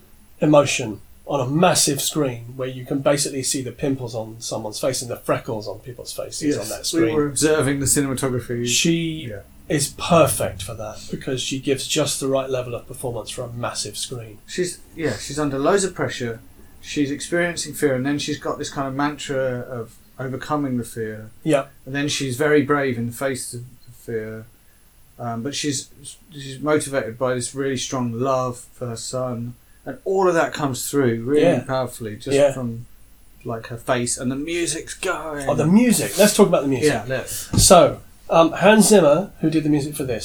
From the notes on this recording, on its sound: Are in the same place, making their discussion more natural, and their sound quality lower.